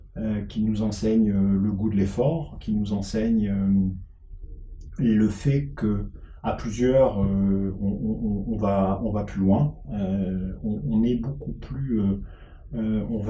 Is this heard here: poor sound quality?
yes